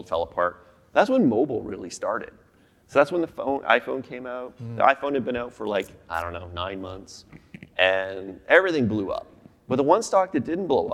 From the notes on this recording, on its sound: Sessions ran both onstage in Vancouver to a live audience, and from our Toronto studio for a crowd of thousands more online. Speaking of that live audience, you will hear a few references to slides that were shown to the room.